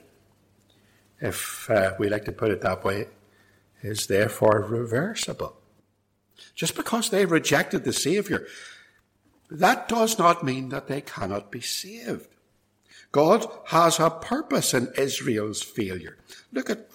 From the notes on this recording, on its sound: This sermon was recorded at Templepatrick Reformed Church and reproduced here with their kind permission.